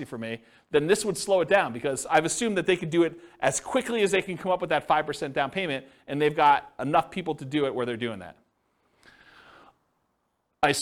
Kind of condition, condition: setting, live audience